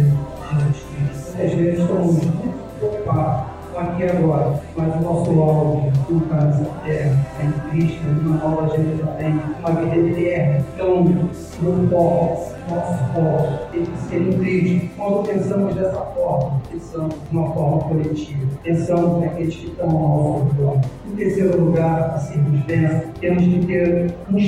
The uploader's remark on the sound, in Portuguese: Aproveito a oportunidade para me desculpar pela qualidade do áudio.